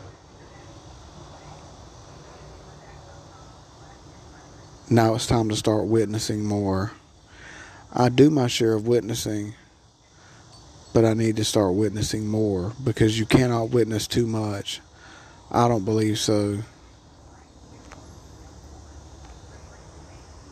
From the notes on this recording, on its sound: I just rant while outside on the porch.